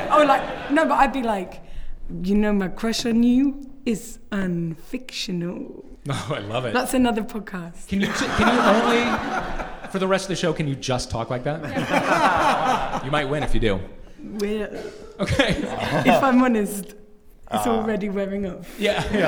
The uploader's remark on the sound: An episode recorded at Kings Place as part of the 2016 London Podcast Festival. Live at London Podcast Festival. An episode recorded at Kings Place as part of the 2016 London Podcast Festival.